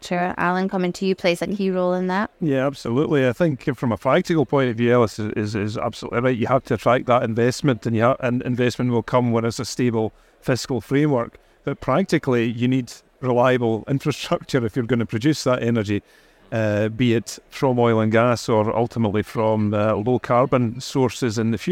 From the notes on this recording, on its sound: On this podcast recorded live at Offshore Europe 2023